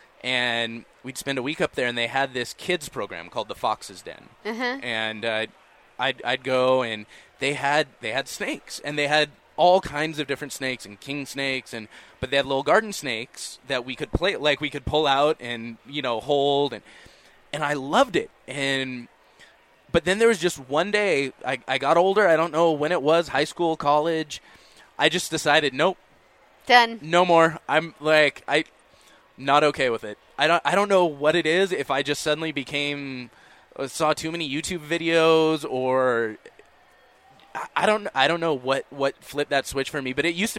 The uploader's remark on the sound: at the International Sportsman's Expo